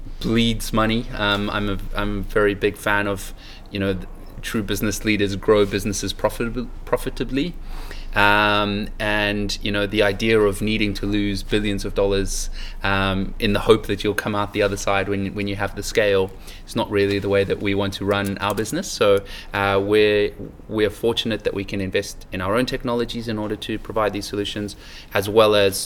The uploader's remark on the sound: Recorded at Online Retailer 2017 in Sydney